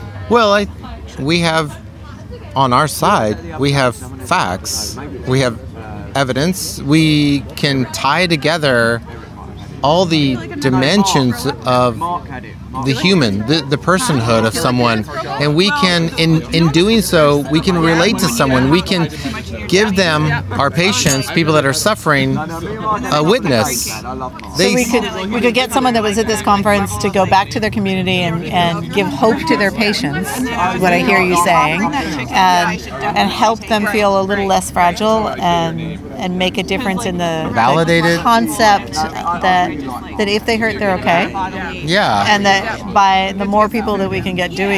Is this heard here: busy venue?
yes